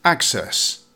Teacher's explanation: with the stress on the first syllable